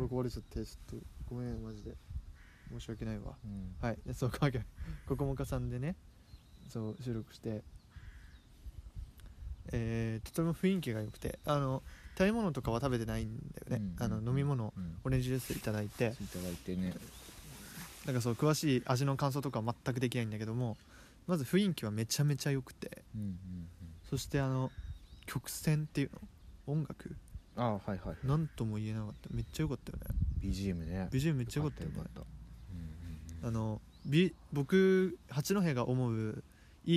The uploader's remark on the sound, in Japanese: 運動公園からお届け！Anchor←このアプリで収録してます。